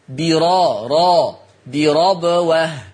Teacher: حفص عن عاصم يقرأ بفتح الراء